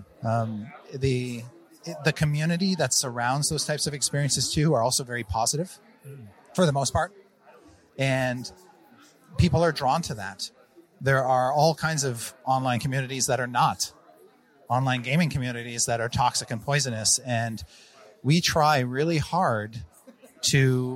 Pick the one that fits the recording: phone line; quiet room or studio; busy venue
busy venue